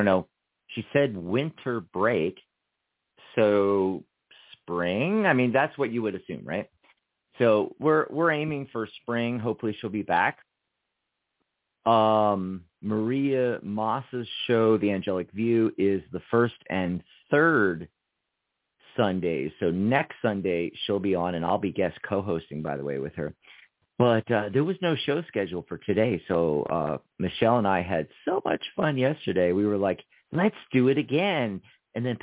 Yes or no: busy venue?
no